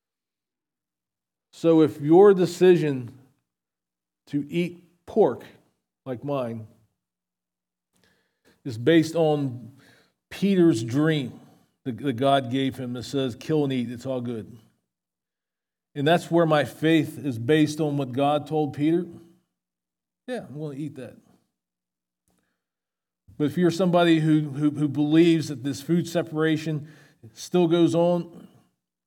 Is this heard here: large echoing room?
yes